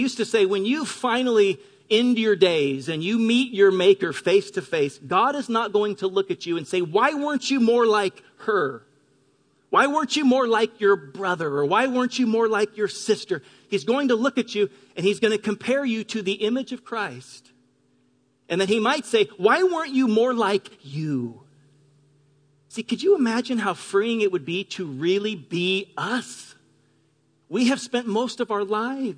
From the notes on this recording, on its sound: Delivered on 3 June 2018 at Grace Church of La Verne. Delivered on 3 June 2018 at Grace Church of La Verne.